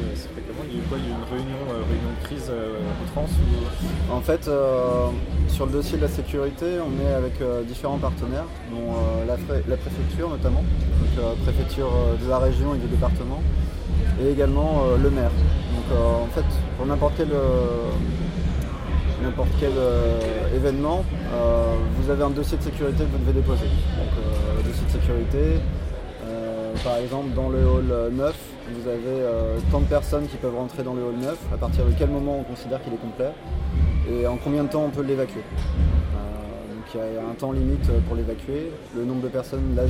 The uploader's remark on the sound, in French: Entretien enregistré en décembre 2015 lors des rencontres TransMusicales de Rennes